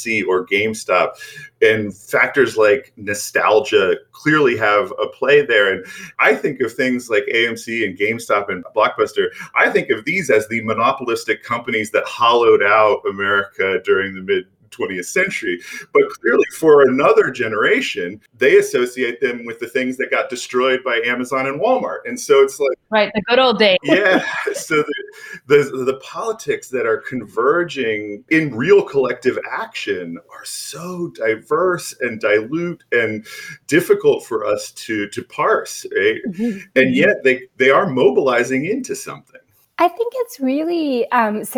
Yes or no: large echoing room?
no